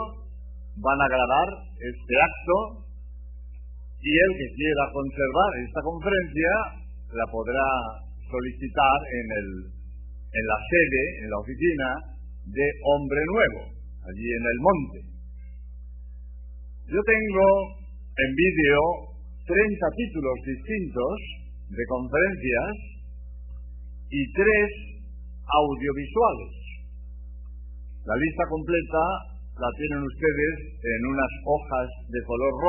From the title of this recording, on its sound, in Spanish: Conferencia pronunciada en el CONVENTION CENTER de LOS ÁNGELES. California. EE.UU